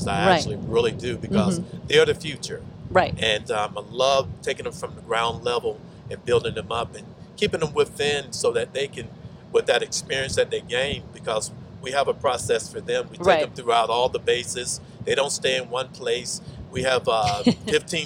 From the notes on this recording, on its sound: Coming at you from Naval Base San Diego, afloat on a live crane.